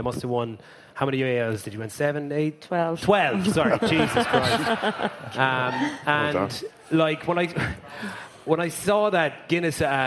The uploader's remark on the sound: LIVE in Dublin. As House of Rugby goes live to preview some big Guinness Six Nations matches.